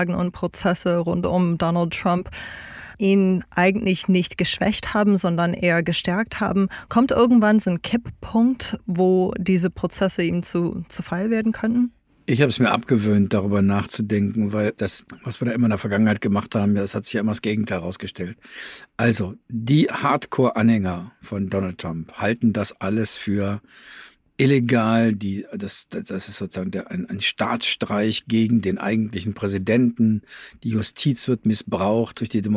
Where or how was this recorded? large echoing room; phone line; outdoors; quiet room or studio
quiet room or studio